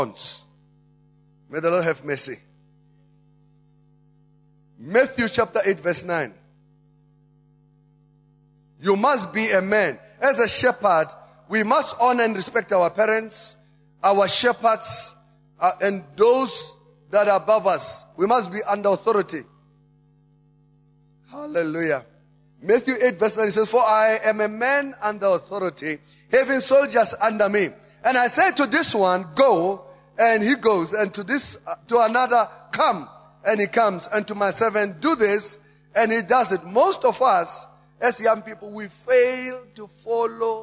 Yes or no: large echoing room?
yes